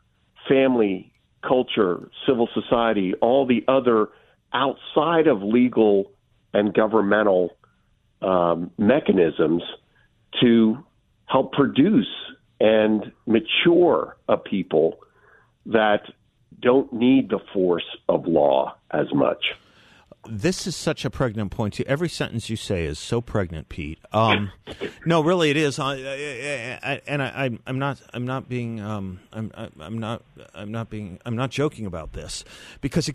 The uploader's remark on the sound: joins the show by phone from a conference at Washington, D.C.'s American Enterprise Institute